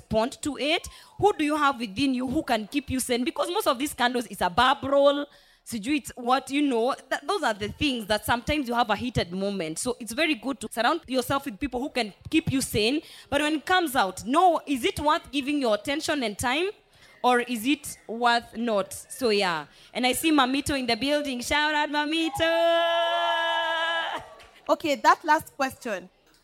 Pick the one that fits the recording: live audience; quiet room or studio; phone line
live audience